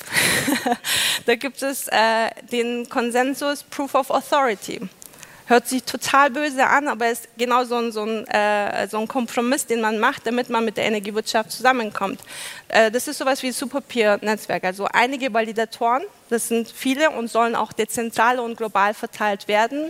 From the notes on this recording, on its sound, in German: Im Anschluss wird die Diskussion für Fragen aus dem Publikum geöffnet.